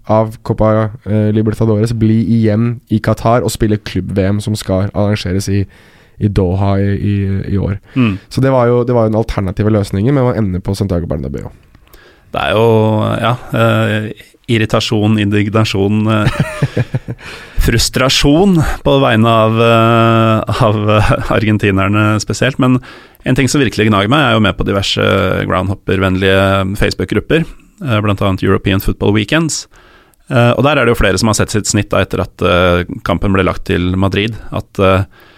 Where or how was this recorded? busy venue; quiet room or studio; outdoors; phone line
quiet room or studio